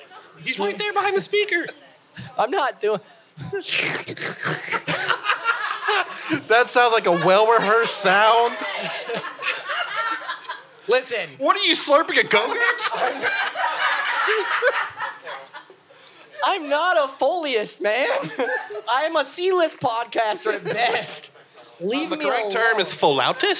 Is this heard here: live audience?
yes